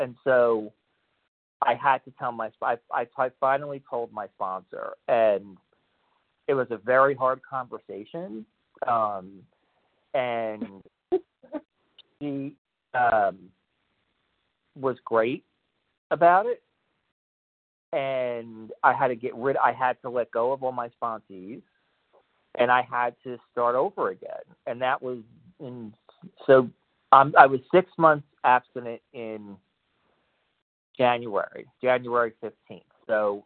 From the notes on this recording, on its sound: 100 Pounders Phone Meeting